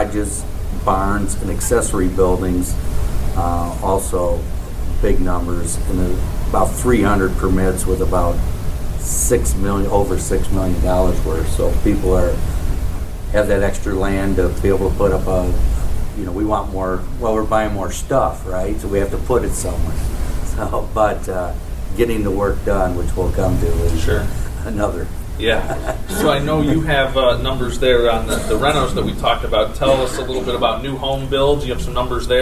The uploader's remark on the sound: 'Quality of Life' panel at Monroe County Chamber breakfast. When the Monroe County Chamber of Commerce held its breakfast program today.